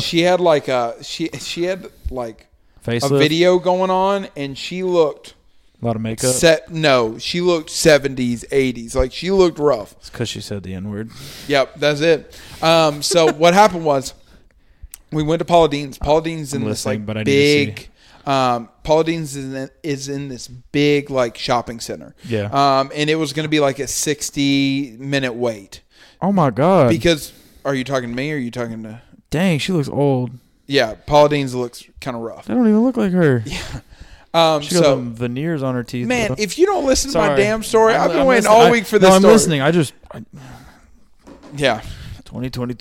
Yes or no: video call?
no